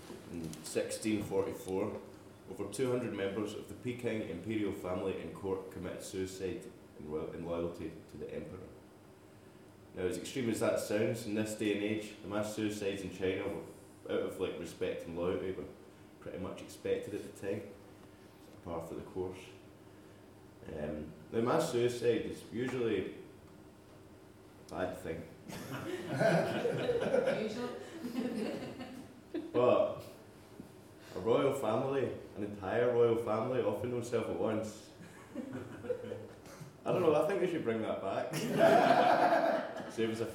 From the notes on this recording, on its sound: Recorded at The Griffin bar in Glasgow. As part of the Glasgow International Comedy Festival.